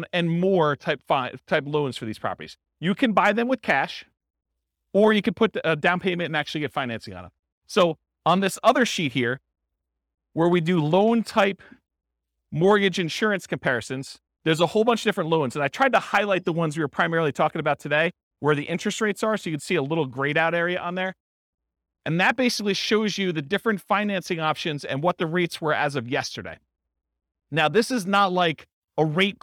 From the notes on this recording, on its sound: This was a live class recorded